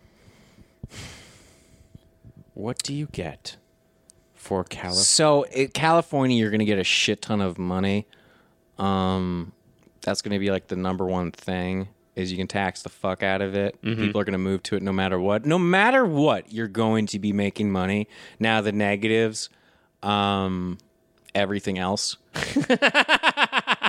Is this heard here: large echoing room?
no